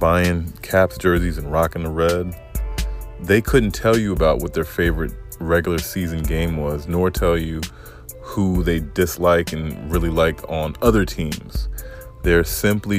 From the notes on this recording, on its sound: It's a beautiful sunny Thursday morning in the DMV area! Ride with me on this ride to work today.